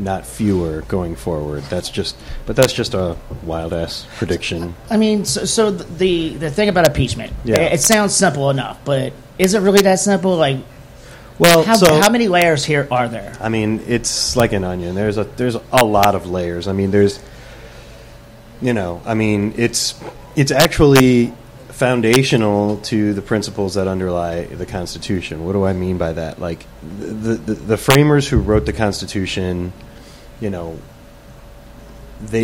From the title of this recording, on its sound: Live From Shenanigans